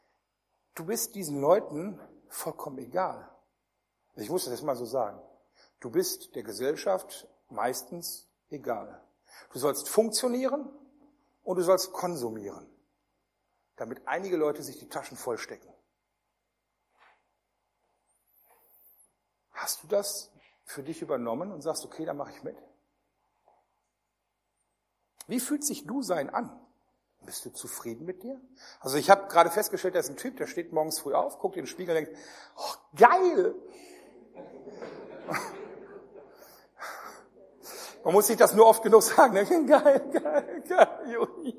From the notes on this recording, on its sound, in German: Der erste Teil einer Predigtreihe die im Rahmen einer Jugendmitarbeiterschule gehalten wurde